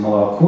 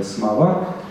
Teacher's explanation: мы произносим «молоко», допустим, или «самовар» с редуцированным гласным в первом слоге. Он записывается как «о» или «а», но это орфография, да, которую в школе специально изучают.